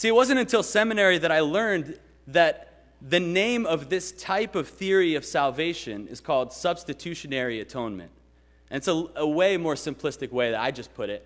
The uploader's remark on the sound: Sermon preached at RCHP on March 20, 2022.